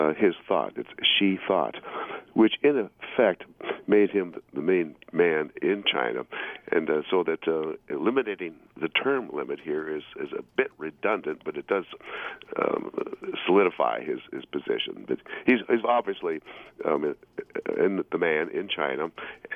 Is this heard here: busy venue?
no